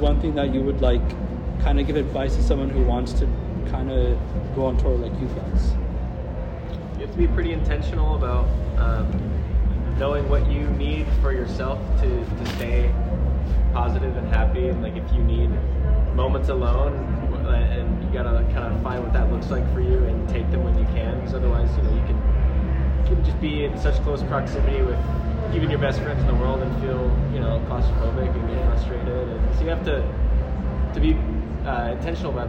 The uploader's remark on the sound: We spoke at Treefort Music Festival in Boise. We met outside of this hotel/lounge area at Treefort Music Fest in Boise.